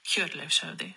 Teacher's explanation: Just put the first emphasis on the first part.